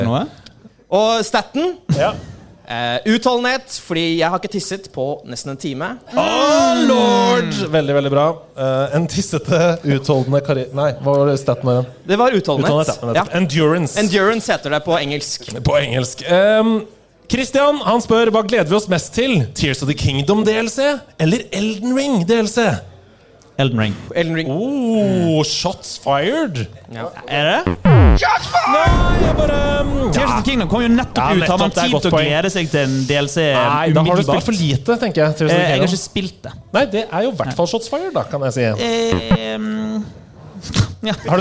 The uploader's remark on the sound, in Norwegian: LIVE FRA TILTCAST 2023. Det var mye folk og ganske dårlig lyd, og derfor følte vi at vi måtte rope en del. I tillegg var eksporten som kom ut dessverre ikke så godt miksa.